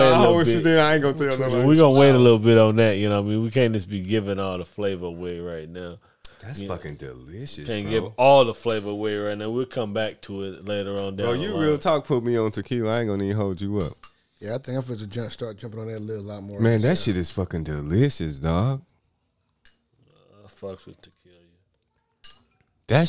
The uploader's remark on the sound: Live from The Playas Club